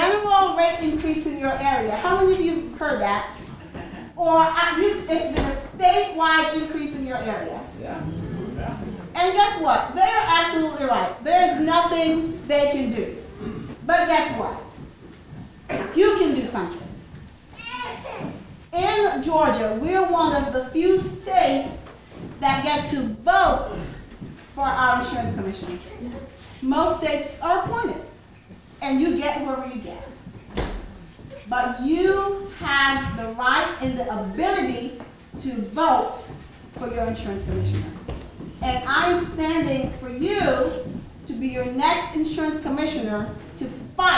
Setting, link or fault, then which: setting, live audience